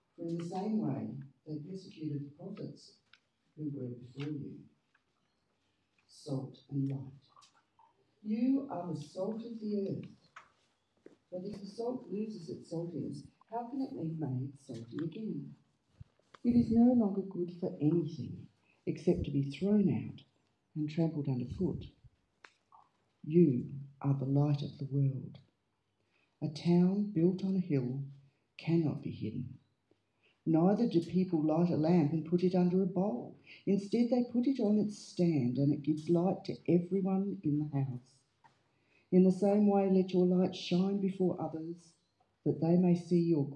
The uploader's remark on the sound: Sunday Service Live Stream